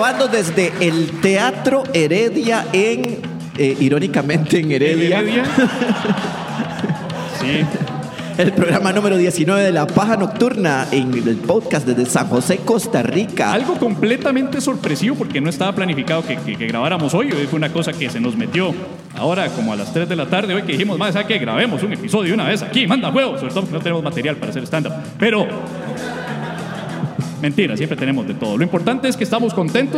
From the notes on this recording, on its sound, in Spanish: En Vivo Desde Heredia. Episodio en vivo desde Teatro Heredia, en una grabación sorpresa.